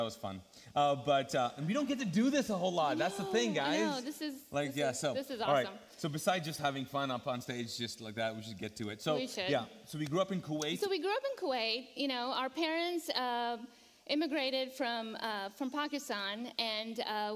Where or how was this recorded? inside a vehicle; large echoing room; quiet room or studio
large echoing room